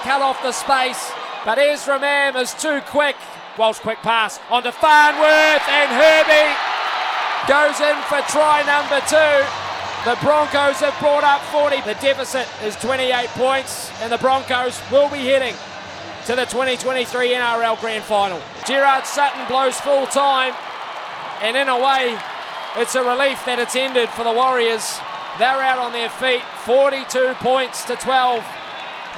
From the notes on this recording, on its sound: Live from Suncorp Stadium in Brisbane on SENZ!